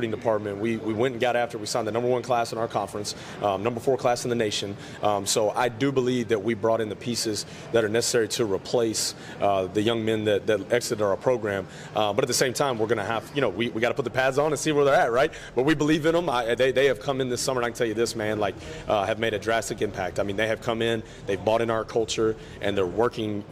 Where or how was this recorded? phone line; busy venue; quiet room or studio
busy venue